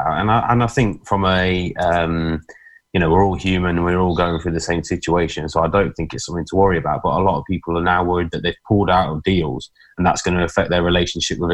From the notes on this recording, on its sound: Talking to you via a Zoom video link!